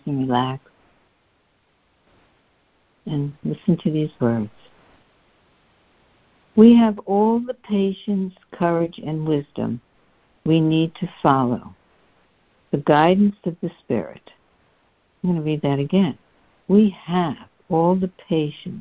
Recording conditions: phone line